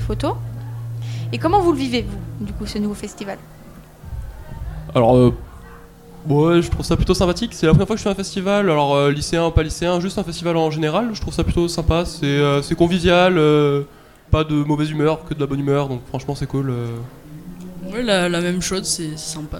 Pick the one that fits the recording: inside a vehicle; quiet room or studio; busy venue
busy venue